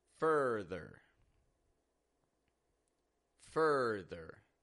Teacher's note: Fur, stressed, rising in tone, ther. Flat and quick and quiet in tone, just like all ER word endings